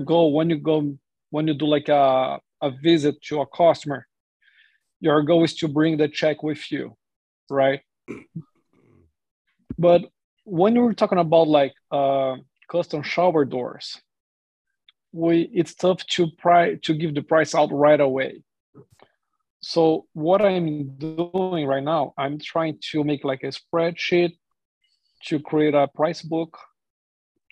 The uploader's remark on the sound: This is a recording from our weekly Facebook Live stream